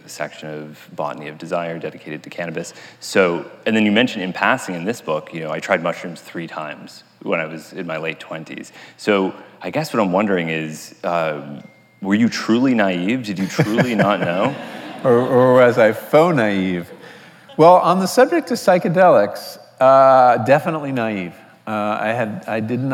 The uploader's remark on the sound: recorded on May 29, 2019 in front of a live audience at New York's 92nd Street Y